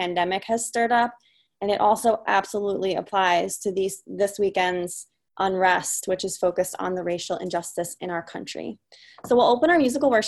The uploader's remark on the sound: Our Zoom streamed service.